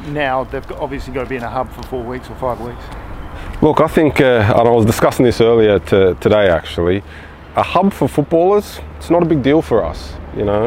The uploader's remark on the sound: Press Conference